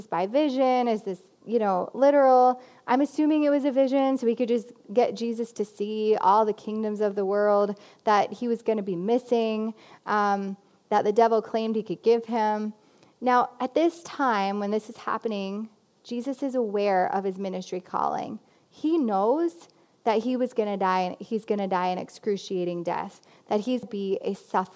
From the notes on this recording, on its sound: This Lenten message was preached at CityChurch in Iowa City on March 1, 2020.